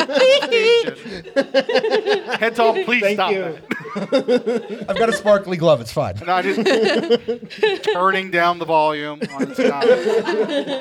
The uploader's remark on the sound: Chaotic Goodness Live! The audio of our second ever live show at Rune and Board in Hillsboro, Oregon!